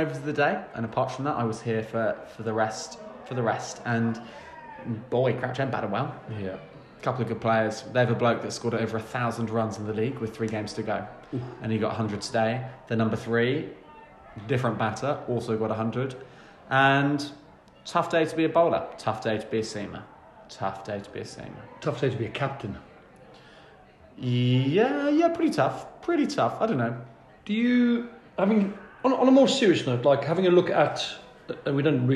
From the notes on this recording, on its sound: It's another post-match changing room special, another in-person record